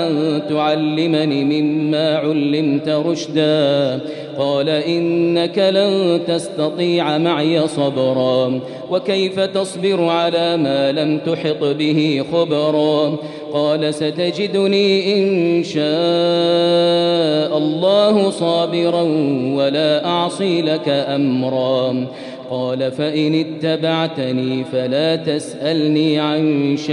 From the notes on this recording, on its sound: Arabic Audio Recitation: 20th Ramadan 2020 Taraweeh Prayer in Masjid Al Haram, Makkah, Saudi Arabia.